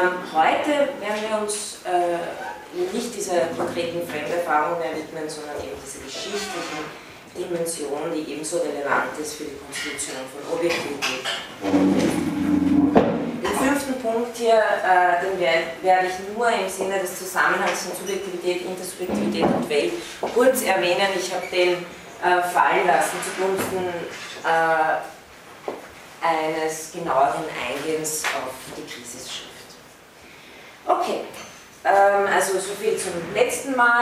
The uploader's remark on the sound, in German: von Studierenden aufgezeichnet